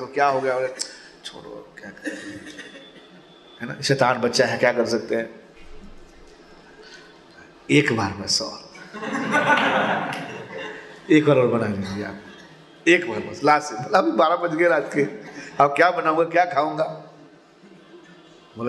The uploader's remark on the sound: Mayapur Yatra 2020. Audience : Camp devotees.